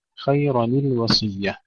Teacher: النون الساكنة التي هي التنوين ثم اللام بعدها، فنكسر التنوين للتخلص من التقاء الساكنين، نكسر التنوين وليس الراء، الراء مفتوحة تبقى مفتوحة، والتنوين الذي هو النون الساكنة هو الذي يكسر، خيرا الوصية.